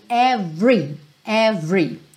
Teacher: Every sem o é do meio ser pronunciado